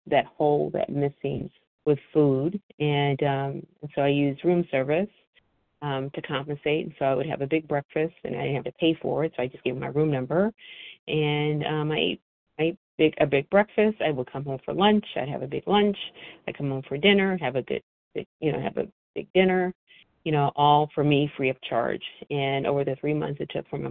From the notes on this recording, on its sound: From the 100 Pounders Phone Meeting.